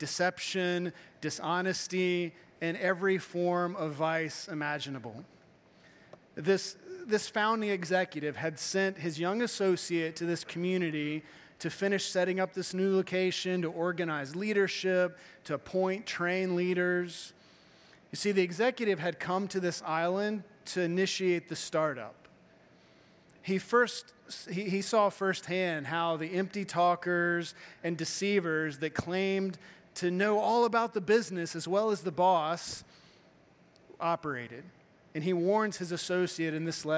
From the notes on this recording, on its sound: Morning Service-Missions Conference